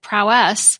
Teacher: with the emphasis on the last syllable, as the third British pronunciation option.